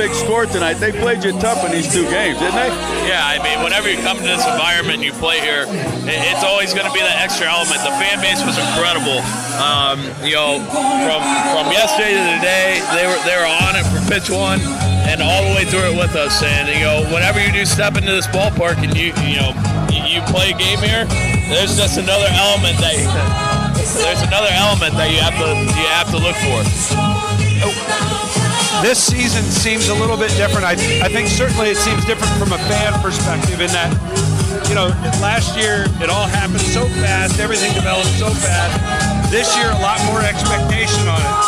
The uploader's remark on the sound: Live from the Phillies clubhouse following the team's 7-1 over the Marlins to clinch an NLDS berth.